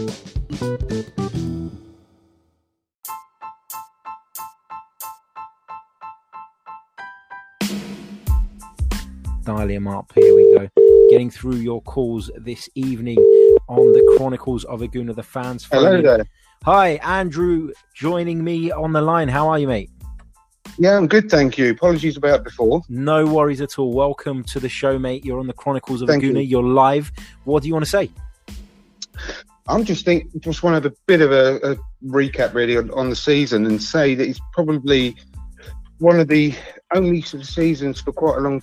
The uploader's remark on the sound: This is a very interesting episode made up of my appearances on the brilliant "Fans Phone In"